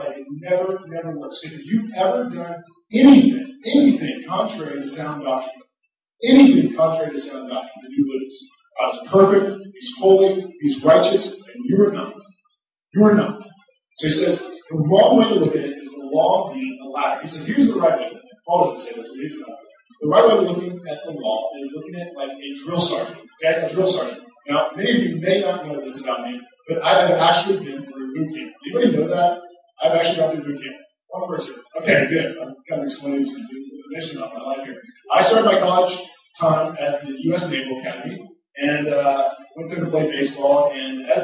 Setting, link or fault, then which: fault, poor sound quality